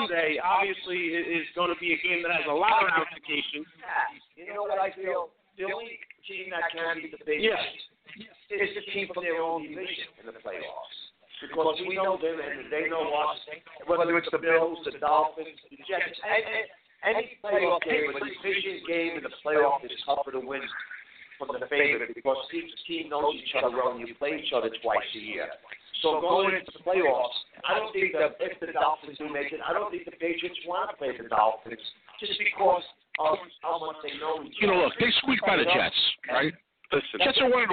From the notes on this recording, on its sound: Live from Miami Mike's Sports Bar in East Hanover, NJ